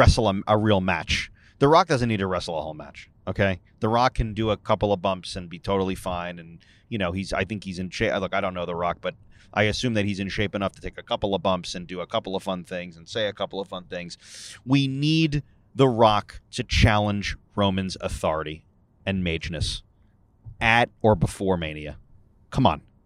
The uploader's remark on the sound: Live from the car on the smooth road to Montreal for the Elimination Chamber.